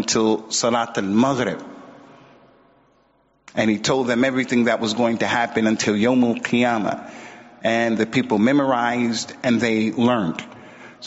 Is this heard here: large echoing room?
yes